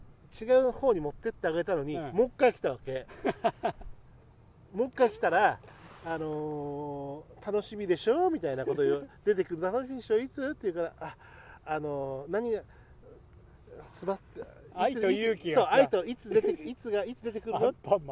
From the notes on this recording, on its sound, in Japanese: 午後の河原にて。時折風の音が混じってお聞き苦しいところもあると思いますがご容赦ください。